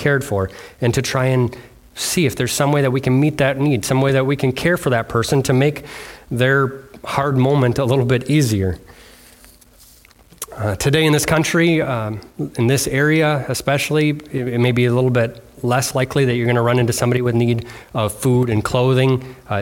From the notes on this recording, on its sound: Delivered on Sunday, February 25th, 2024 at Bible Center Church in Maiden Rock, Wisconsin.